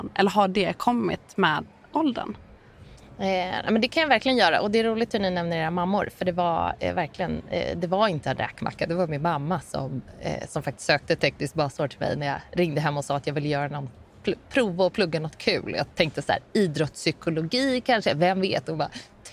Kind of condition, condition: setting, busy venue